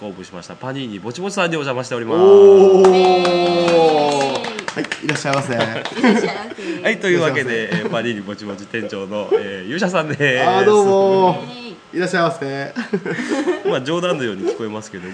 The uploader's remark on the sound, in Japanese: 今回は松山市大街道のプラススタイルにおじゃましての公開録音ですー